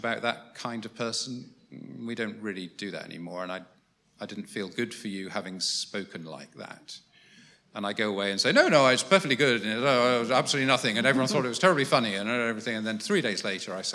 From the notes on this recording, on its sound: Was recorded at the How to Preach training day, organised by the Festival of Preaching, on 24 October at St Martin in the Fields, in London.